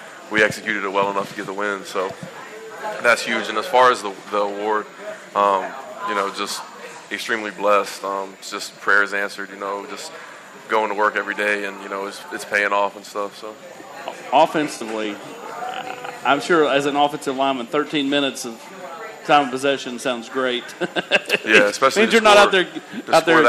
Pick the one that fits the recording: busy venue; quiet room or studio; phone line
busy venue